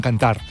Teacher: aquesta R sí que es pronuncia, per exemple, en valencià